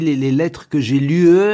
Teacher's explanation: Que j'ai lu avec une voyelle un peu longue.